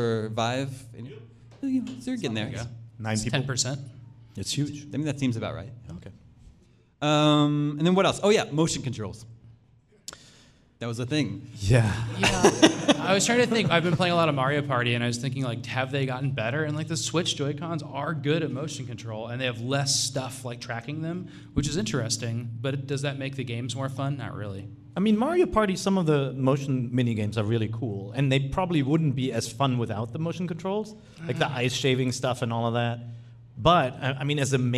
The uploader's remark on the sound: We're celebrating our 500th episode in front of a live audience.